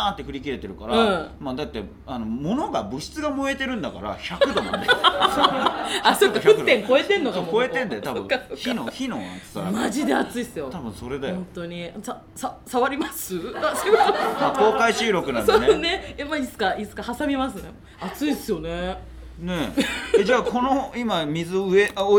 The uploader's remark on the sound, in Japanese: 初めての公開収録